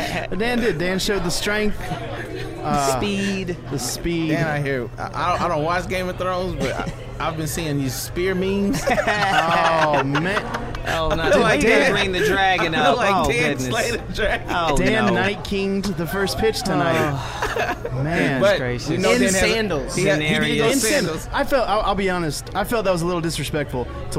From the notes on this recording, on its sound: This Special Edition was live from the Gwinnett Braves Ballpark